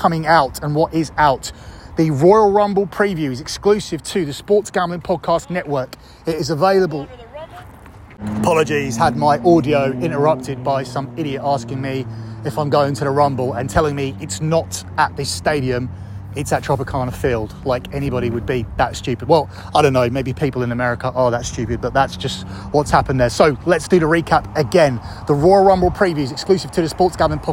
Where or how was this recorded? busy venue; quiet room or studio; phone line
busy venue